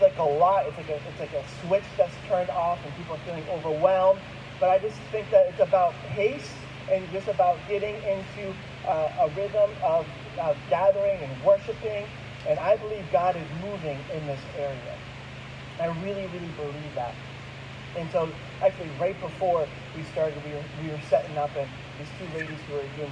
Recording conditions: poor sound quality